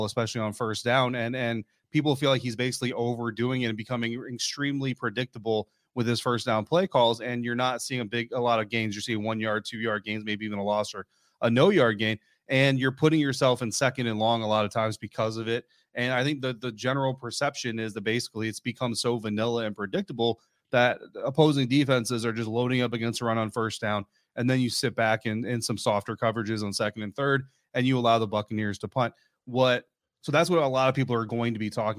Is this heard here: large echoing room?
no